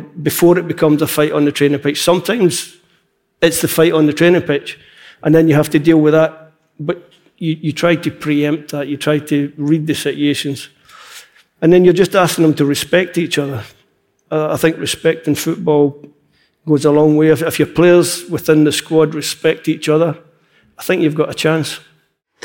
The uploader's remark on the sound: This podcast was recorded live at the Queen’s Hall in Edinburgh.